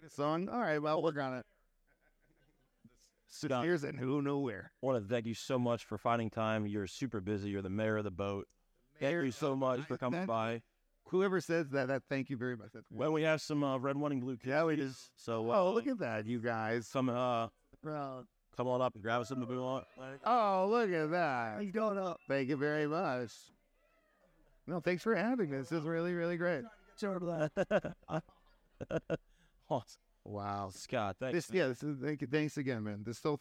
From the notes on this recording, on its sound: Recorded live from “Bar City” on Rock Boat XXIII.